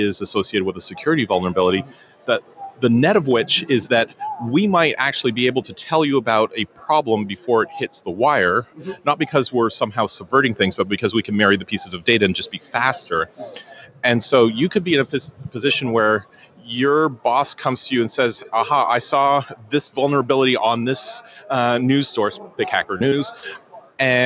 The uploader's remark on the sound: Live from SCaLE 15x